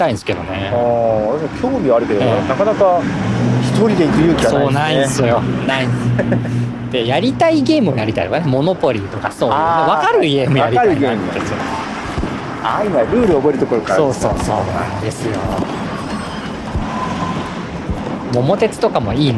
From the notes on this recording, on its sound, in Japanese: ロケ収録 モーニングを求めて名古屋駅西を歩く。